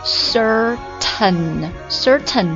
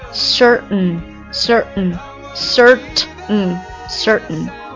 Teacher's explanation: 正常的读是 certain certain 对不对，然后把它鼻化掉